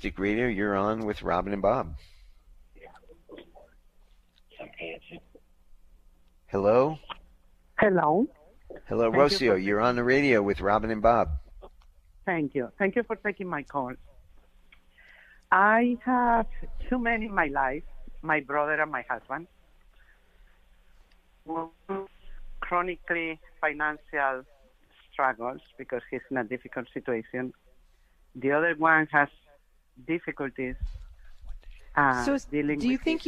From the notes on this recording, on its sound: Open Call-In Show Day!